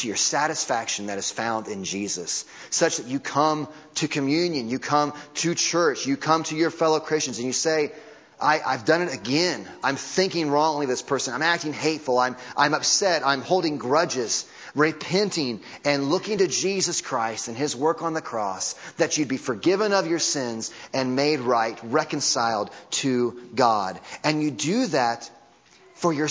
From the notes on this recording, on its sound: Audio from Sunday Morning Service